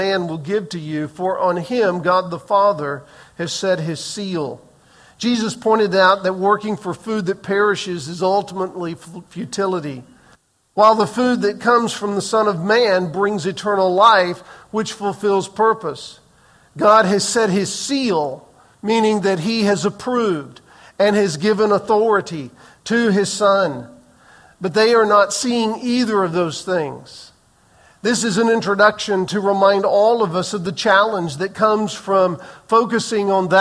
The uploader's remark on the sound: Recorded on May 14, 2023 in the 8:15 am Worship Service